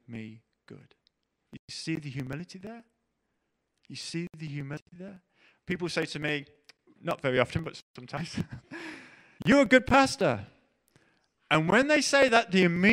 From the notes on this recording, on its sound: Preached at The LCC Sunday Service.